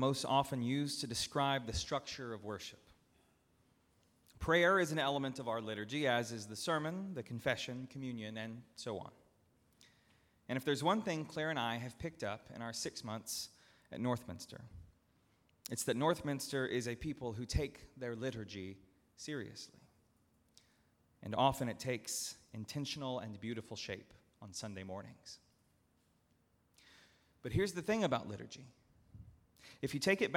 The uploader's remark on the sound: at Northminster Church on Pentecost Sunday, June 9, 2019